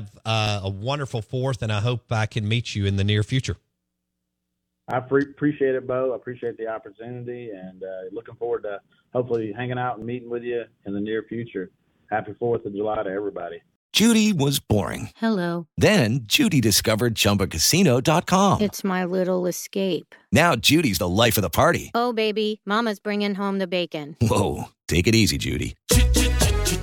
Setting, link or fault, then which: link, phone line